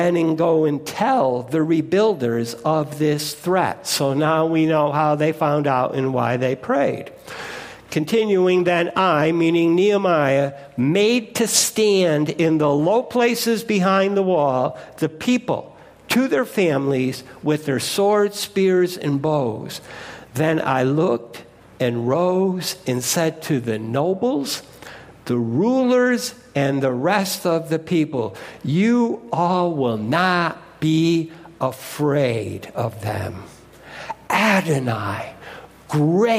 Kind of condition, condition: setting, large echoing room